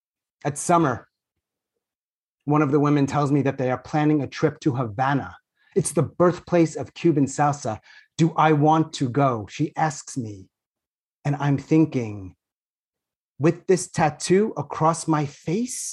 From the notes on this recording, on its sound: Our two feature truelogue stories are from GRIT's live (virtual) event, Deja Trie II, in August 2021.